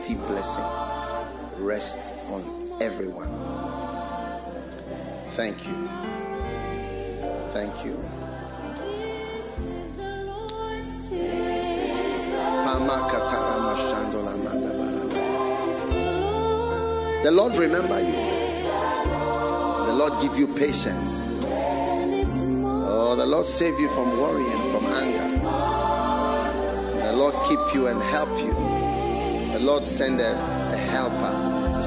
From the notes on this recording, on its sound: This Monday’s message has been extracted from the latest FLOW church sermon preached.